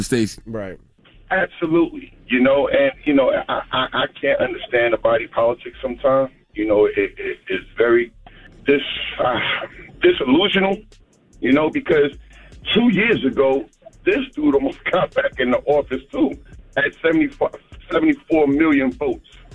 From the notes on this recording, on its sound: We also open the phone lines